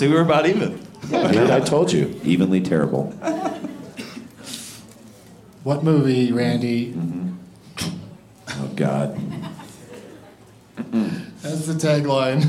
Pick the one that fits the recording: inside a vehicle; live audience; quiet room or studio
live audience